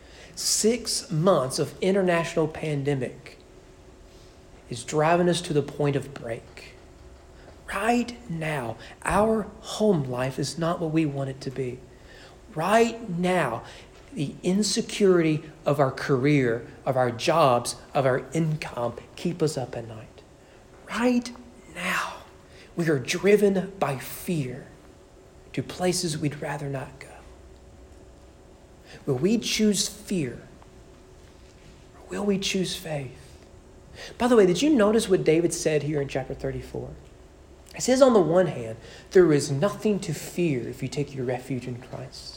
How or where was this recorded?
large echoing room